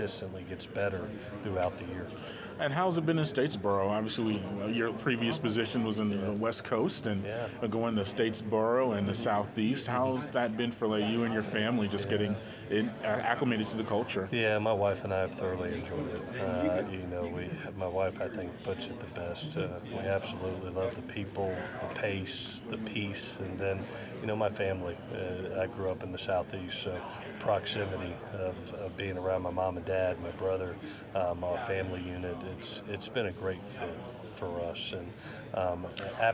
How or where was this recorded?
busy venue